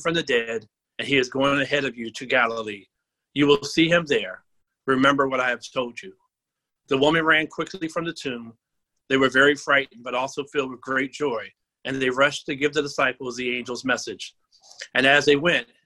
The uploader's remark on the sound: Our Zoom streamed Easter Service.